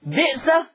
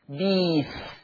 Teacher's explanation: بئس هتبدل ياء فتصير بيس · Shown in: second take · Term: الإبدال